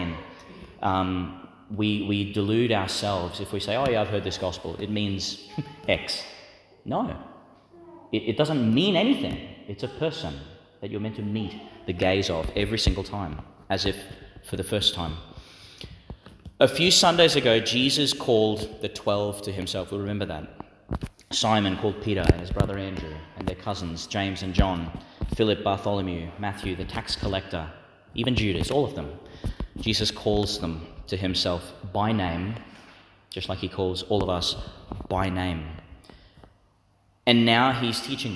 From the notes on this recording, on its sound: delivered in St Peter Chanel Church, Tannum Sands, Qld.